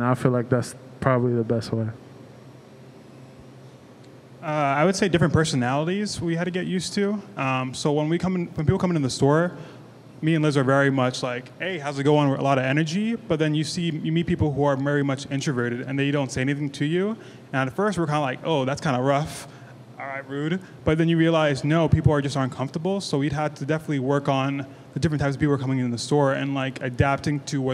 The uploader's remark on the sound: LIVE at ASSETS at 30. Recorded during the ASSETS at 30 celebration in September 2023.